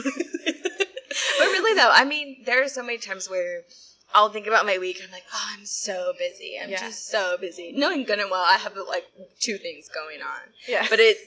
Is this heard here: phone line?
no